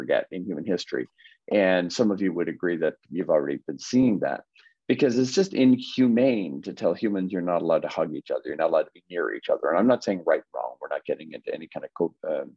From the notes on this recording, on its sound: UK 30 Day Miracle Challenge Zoom Call. Audio from the discussion of day one of the 30 Day Miracle Challenge Zoom call in the U.K.